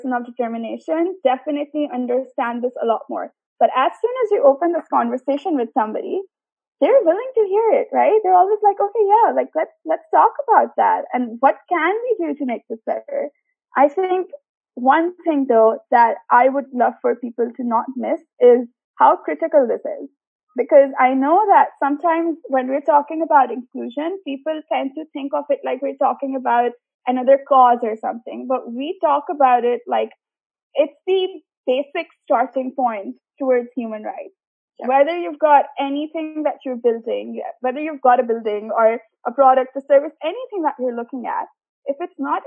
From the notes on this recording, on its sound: A Zoom chat. The co-founder of the Inclusive digital platform for People of Determination was in Dubai.